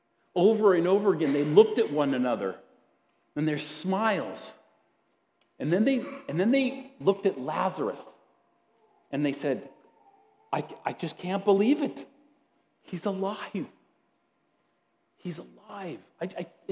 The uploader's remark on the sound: at Grace City Church in Fargo, North Dakota.